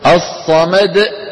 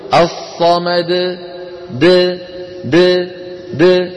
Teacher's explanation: يباعد بين طرف لسانه ومخرج الدال ويبقى الحلقوم مفتوحا ولا ينقفل الوتران الصوتيان · Shown in: second take · وإلا يكون قد زاد في القرآن حرفا من حيث لا يشعر.